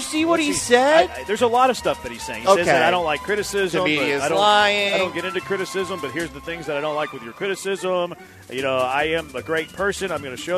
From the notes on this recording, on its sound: LIVE from Circa Resort & Casino in Las Vegas!